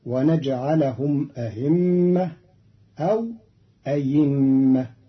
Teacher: قرأ قالون كلمة أئمة بتسهيل الهمزة بين وإبدالها ياء فتصير ونجعلهم أئمة أو أئمة.